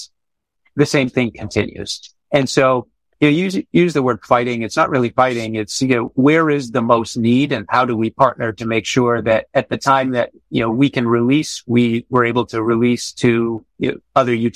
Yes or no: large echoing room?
no